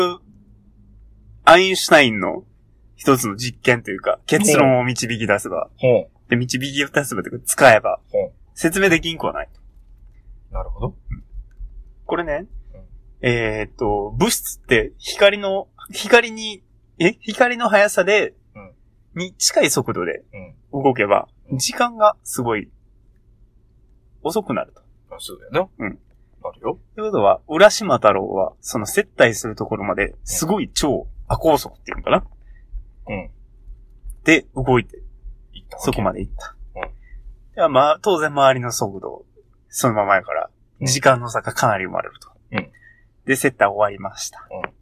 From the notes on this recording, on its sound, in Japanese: 今回車内録音のため音が籠っております。毎度毎度録音環境が安定しなくて申し訳御座いません。